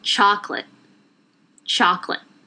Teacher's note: また、t をね、飲み込んでますね。最後の t を。